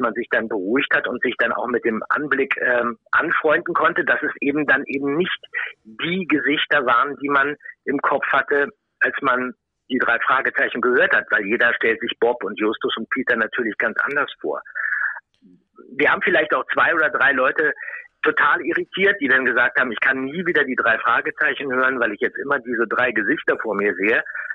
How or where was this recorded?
phone line